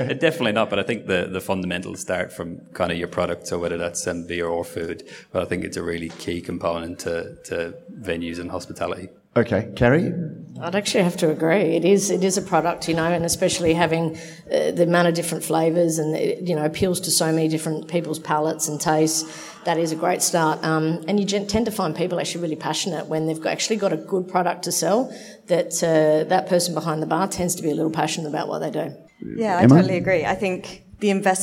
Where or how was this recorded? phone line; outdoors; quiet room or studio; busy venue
busy venue